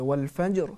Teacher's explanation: اس حرف را میں اس آیت میں کیا کریں گے، تفخیم سے پڑھیں گے، پر پڑھیں گے